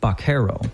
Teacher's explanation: In Spanish, the letter V is pronounced with a bilabial sound close to the English B